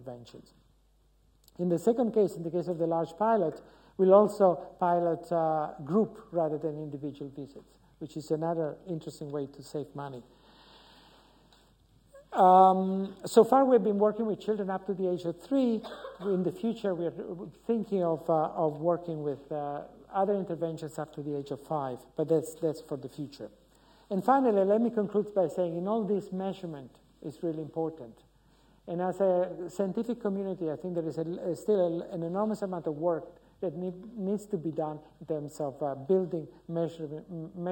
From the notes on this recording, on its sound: UCL Lunch Hour Lecture